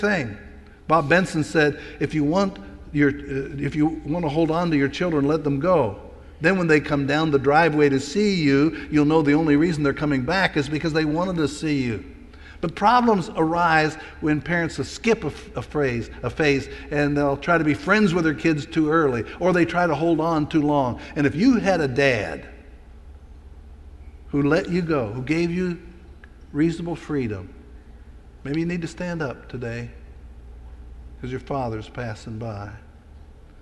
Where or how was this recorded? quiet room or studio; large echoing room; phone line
large echoing room